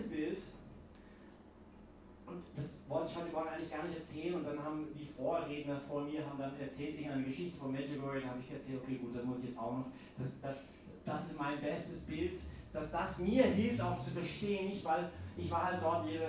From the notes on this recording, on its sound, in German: Diese Predigt wurde bei der YP Messe am Pfingstsonntag gehalten.